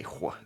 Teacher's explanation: pronouncing WH as wh is one of the classic distinctive features of an old school Pacific Northwest accent